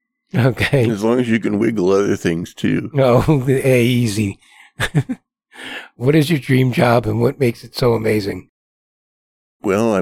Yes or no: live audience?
no